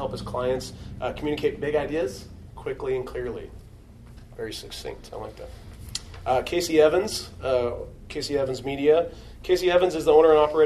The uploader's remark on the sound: A fireside chat at the Digital Marketing Quarterly event presented by Webfor. I'm joined by fellow video professionals from the Portland, Oregon metro area.